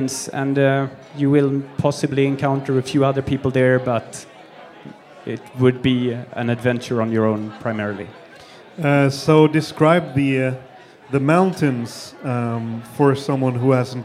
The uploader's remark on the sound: I was asked to record a live podcast when they arranged their ”End of the Year Party” for their employees in Sweden. The ones that showed an extra interest in winter, skiing and mountains ended up at a after ski themed dinner party where I did a short live podcast to entertain them between courses.